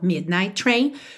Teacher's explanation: Midnight. Termina em T. Train. Começa em T. Você liga num som só.